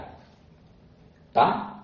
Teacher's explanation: chúng ta lưỡi cong lên trên nóc giọng, đánh bật trở ra · Term: cong lưỡi